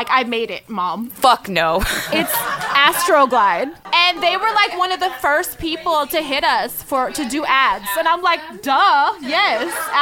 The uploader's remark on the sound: This week’s episode was recorded live before a studio audience.